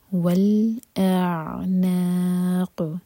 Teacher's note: حمزہ ایک حرکت کھینچنے کے بعد پھر عین ٹچ کریں گے